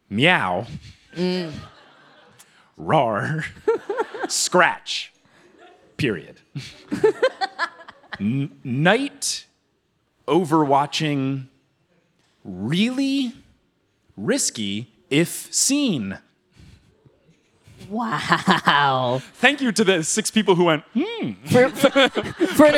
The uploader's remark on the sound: Live from City Winery in NYC